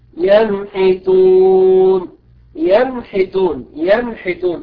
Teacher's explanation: أظهرنا النون هنا لوقوع الحاء بعدها